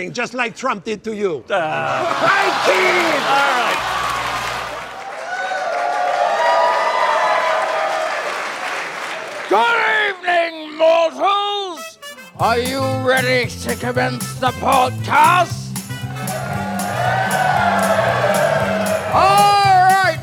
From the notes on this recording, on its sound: our premiere episode from the Murmrr Ballroom in Brooklyn, NY